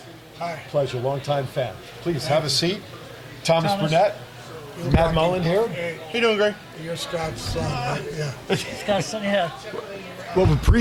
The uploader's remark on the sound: live on location from Sams Town